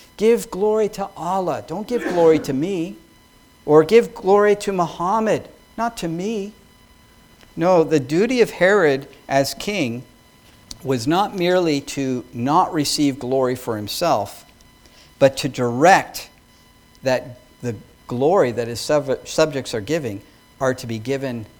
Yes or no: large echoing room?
yes